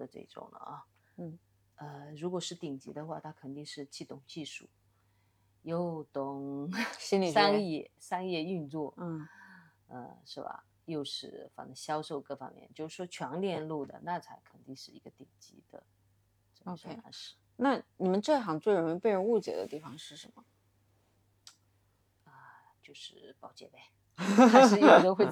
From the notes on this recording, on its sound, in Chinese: 这期先说明可能收音不是太好，大家见谅